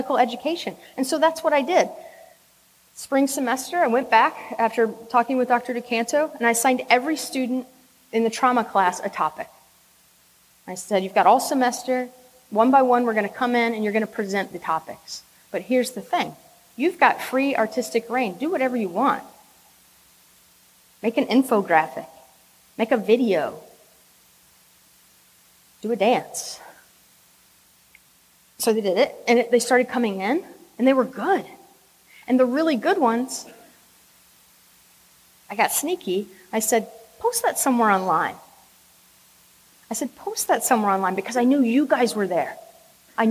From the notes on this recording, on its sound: This is a recording of a talk. At FlightBridgeEd's #FAST19 symposium.